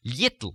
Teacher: For example, you've heard me say frequently in the tape the word little, and it's not just little, but you hear me actually putting a y in there